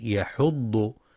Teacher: وينتبه القارئ لترقيق الحاء في كلمة يحض، فلا يفخمها لمجاورتها الضاد، مع بيان تشديد الضاد وإعطائها صفة الاستطالة، كما يراعى تفخيم الطاء في طعام.